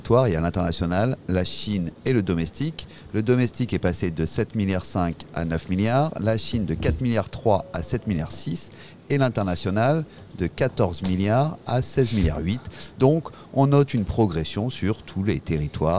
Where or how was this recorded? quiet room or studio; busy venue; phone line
busy venue